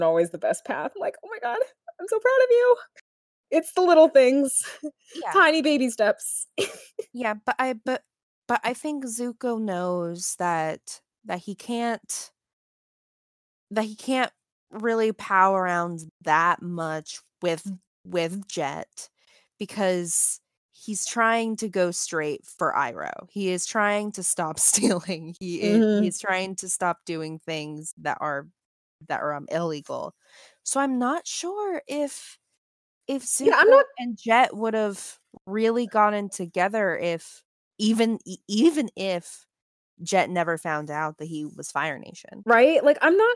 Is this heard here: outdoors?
no